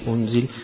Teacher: معنى التسهيل يعني إن الهمزة نفسها يقرأها بين بين، لا هي ألف ولا هي همزة، ما هي ألف ولا هي قريبة من الهاء، وإن كان ما هيش هاء، فيقوم يخرجها من الحلق يقول هنزل إذا وقف عليها بما هنزل.